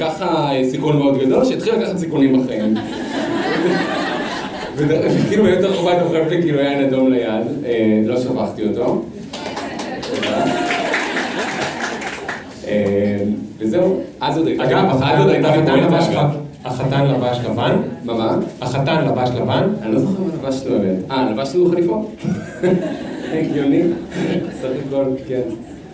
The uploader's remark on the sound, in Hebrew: נפגשנו לפופקורן לייב מול קהל חי ב-Rise תל אביב